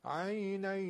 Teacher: وقتی من بینیم رو میگیرم، صدای توی دماغیمون به اصطلاح دیدین یه دفعه قطع شد و صدا فقط دهنی شد. این نشون میده که پس ما داشتیم اخفاء ادغام مع الغنه صحیحی انجام میدادیم.